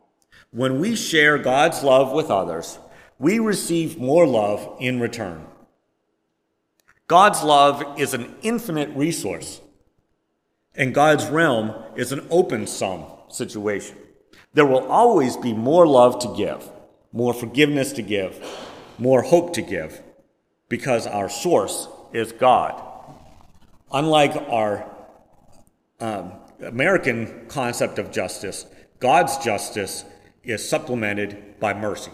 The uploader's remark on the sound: Preached on September 18, 2022, at First Presbyterian Church of Rolla.